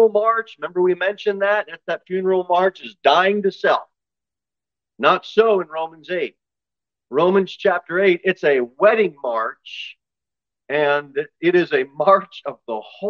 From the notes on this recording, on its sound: Sermon delivered at Pilgrim Baptist Church on Sunday, April 23, 2023, at 11:15 am. Jere Whitson Rd. Pilgrim Baptist Church is a bible-believing, independent Baptist church.